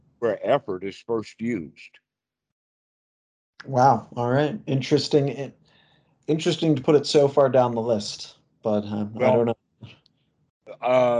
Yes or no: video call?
yes